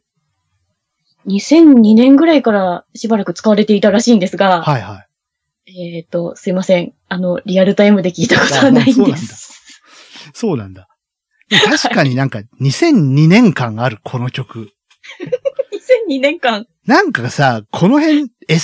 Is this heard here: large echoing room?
no